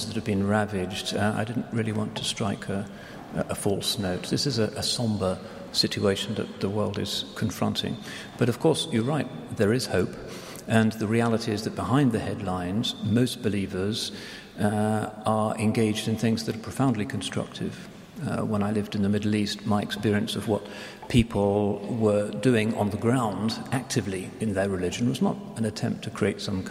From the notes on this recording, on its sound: This is the question and answer session which followed the Shaykh's lecture. This is the question and answer session which followed the Shaykh's lecture.